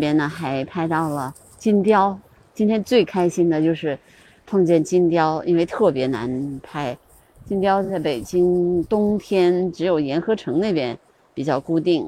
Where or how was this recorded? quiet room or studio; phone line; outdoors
outdoors